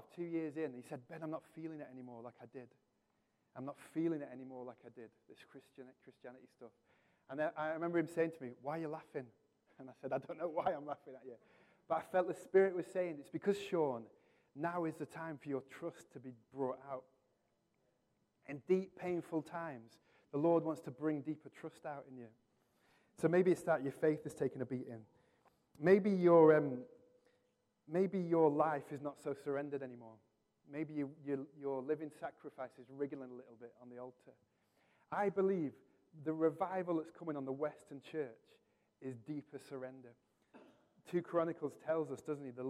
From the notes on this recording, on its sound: Recorded from our Sunday morning service 12-03-23